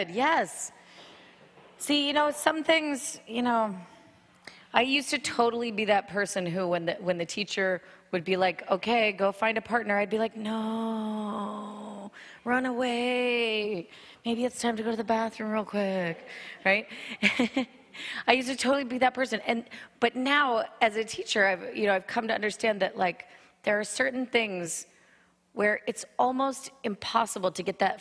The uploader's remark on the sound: This podcast was recorded at the Jivamukti Yoga studio in Jersey City, NJ